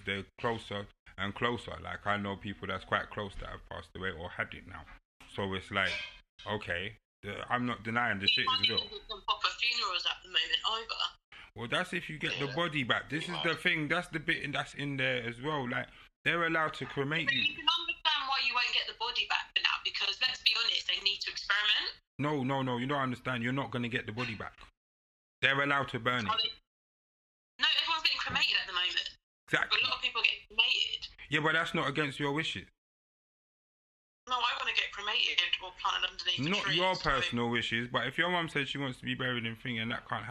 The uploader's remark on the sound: this episode is over the phone so quite sound is a little off